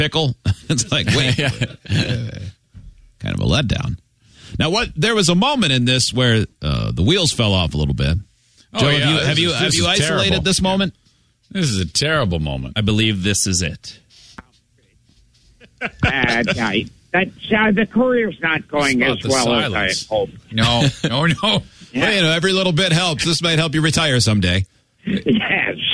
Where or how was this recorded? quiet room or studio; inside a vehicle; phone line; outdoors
phone line